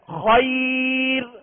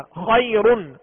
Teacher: और जब वक्फ करेंगे खैर, अब रा साकिन हो गया, रा साकिन से पहले या साकिना है लिहाजा अब रा को वक्फ की सूरत में बारीक पढ़ेंगे